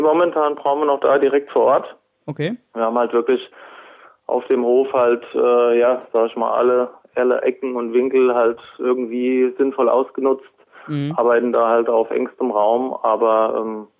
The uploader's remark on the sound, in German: Am Telefon Rede und Antwort.